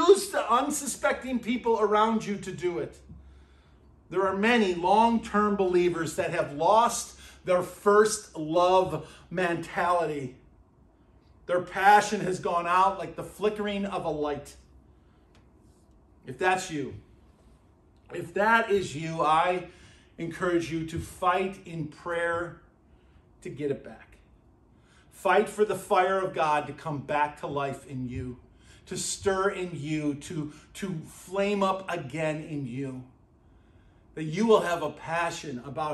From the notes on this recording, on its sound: at Burlington Christian Church on January 21st, 2024.